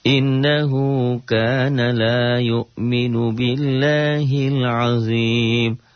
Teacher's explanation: Lafad Allahnya dibaca tipis. Karena sebelum lafad Allah ada baris di bawah. Baris kasrah.